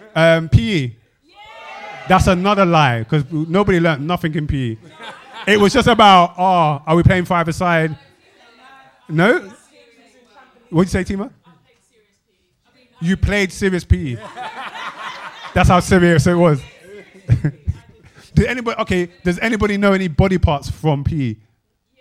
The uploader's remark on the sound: Recorded Live at the TARA THEATRE before a live audience.